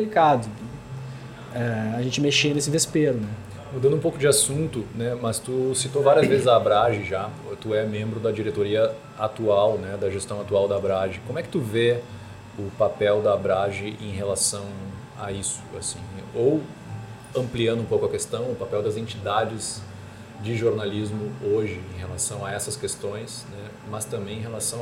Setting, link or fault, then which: setting, busy venue